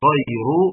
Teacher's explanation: الراء مفخمة لأنها مضمومة